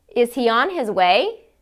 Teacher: Rising intonation is when the pitch falls slightly, then jumps up on the last word in a sentence. This happens in a yes or no question or a statement of surprise or disbelief.